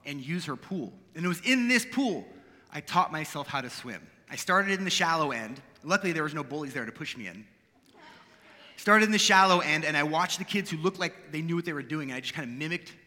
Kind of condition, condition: setting, live audience